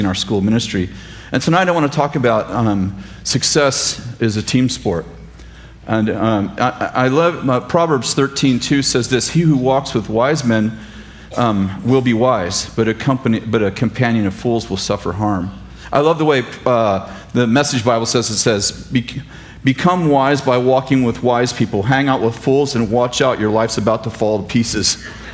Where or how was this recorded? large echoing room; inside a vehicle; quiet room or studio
large echoing room